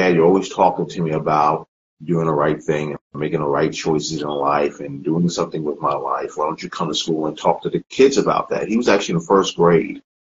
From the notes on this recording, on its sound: part of a series of Instagram Live interviews